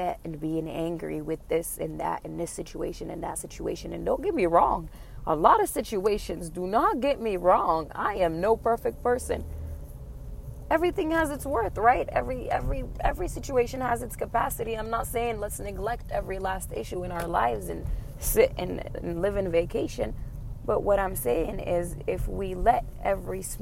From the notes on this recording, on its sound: This was recorded in a car.